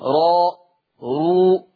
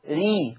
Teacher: إذا كانت الراء مفتوحة مضمومة فحكمها التفخيم راء رو، أما إن كانت مكسورة ري مرققة